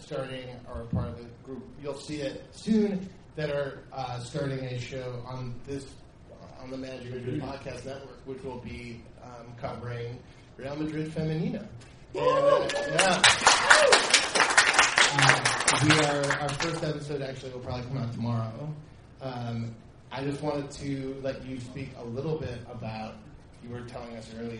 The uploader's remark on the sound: This episode of the Managing Madrid Podcast was recorded in New York City, in front of a live audience at the Playwright Irish Pub.